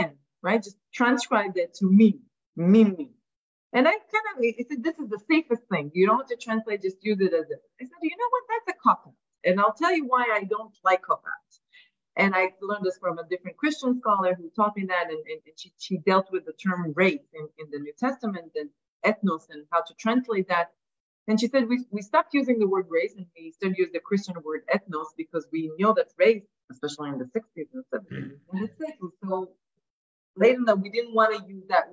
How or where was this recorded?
video call